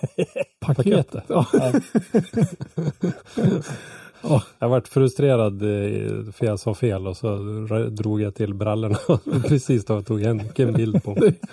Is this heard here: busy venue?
no